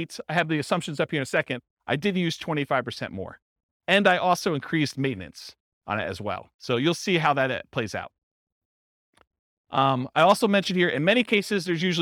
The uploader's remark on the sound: This was a live class recorded